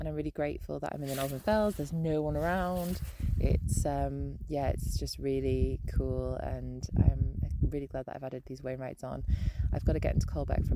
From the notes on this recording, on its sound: This a collection of voice notes recorded whilst walking the Cumbria Way- a 72mile walk from the south to the north of Cumbria.